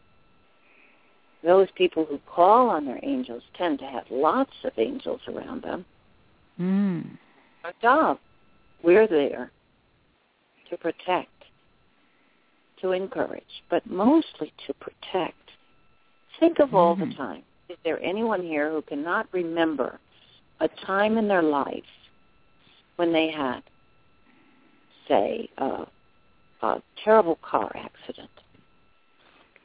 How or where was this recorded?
phone line